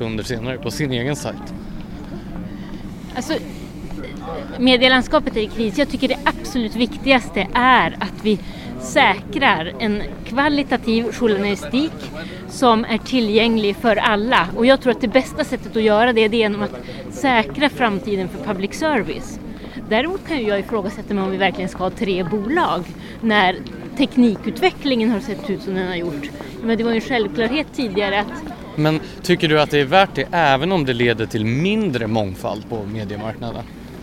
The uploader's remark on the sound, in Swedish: på Friends arena och ser finalen av Melodifestivalen.